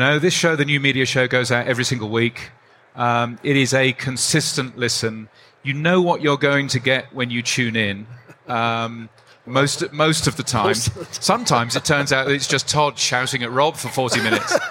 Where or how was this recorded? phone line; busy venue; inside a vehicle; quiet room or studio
busy venue